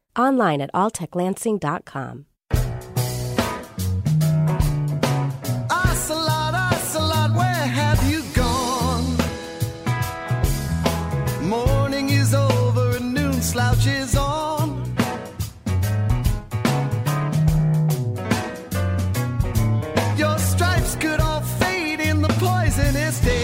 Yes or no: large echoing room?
no